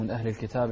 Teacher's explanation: همزة أتى قبلها النون الساكنة، وإذن الحكم هنا إظهار. · Term: الإظهار